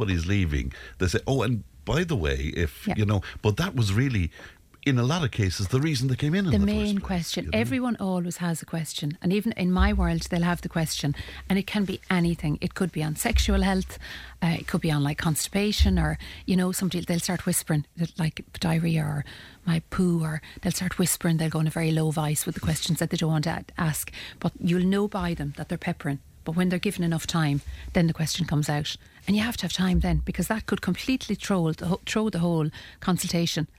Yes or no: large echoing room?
no